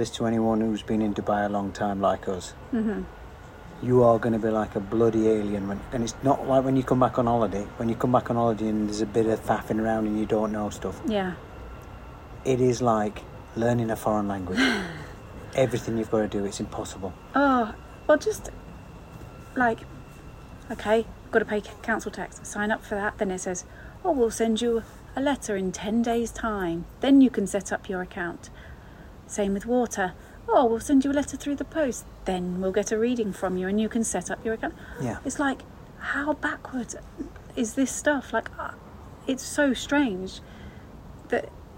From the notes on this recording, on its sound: This is a rambling catch-up, recorded in the garden (home studio not quite ready yet). Again, apologies for audio quality!